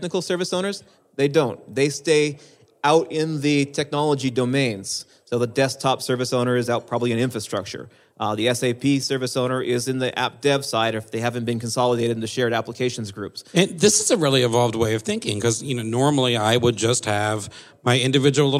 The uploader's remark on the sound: Live From Pink12